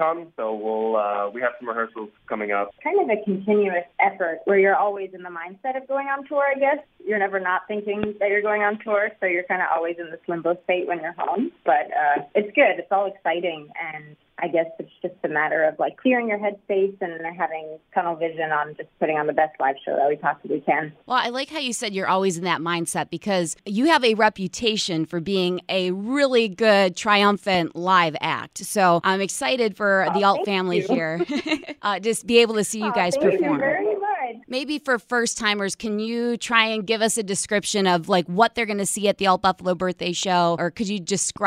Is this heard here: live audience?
no